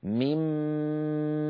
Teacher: شددا، وأظهر الغنة من نون ومن ميم إذا ما شددا، إذن ميمال هكذا ننطقها ممطوطة الغنة أكمل ما تكون · Term: ميم مشددة